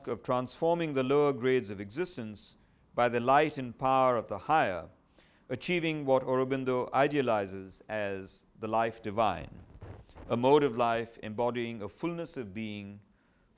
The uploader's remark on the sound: At the third Shulman Lecture of 2008 at the Whitney Humanities Center.